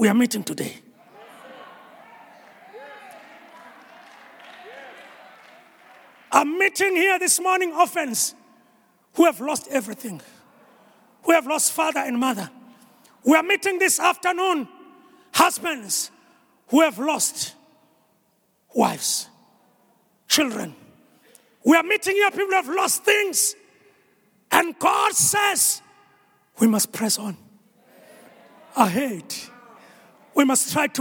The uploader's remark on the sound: preached at our Annual Home Coming Conference, Word Explosion 2021, hosted at Grace Bible Church Pimville on the 25th of September 2021